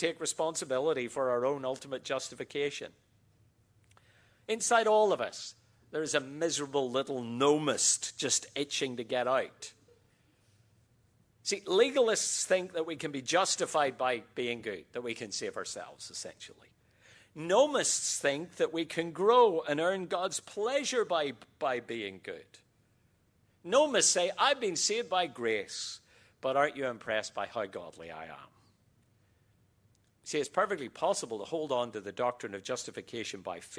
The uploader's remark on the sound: QTC Chapel Service